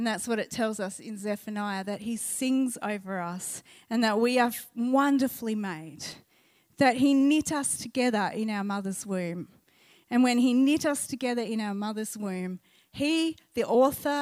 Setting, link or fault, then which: setting, live audience